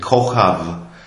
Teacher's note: Aber eigentlich ist es eben kein B, sondern ein W, ein V. Es wird zum V aufgeweicht, weil das B hat auch zwei Ausspracheweisen, entweder als B oder als W.